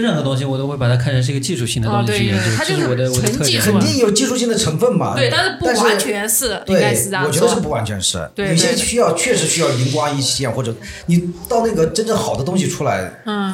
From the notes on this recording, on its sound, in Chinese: 由于录制现场有一些嘈杂背景音，后期无法处理，还望听友见谅